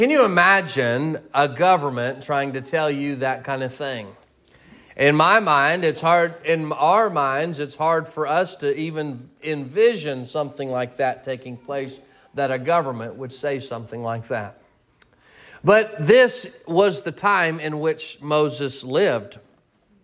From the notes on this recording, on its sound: Sermon preached at Mid County Baptist Church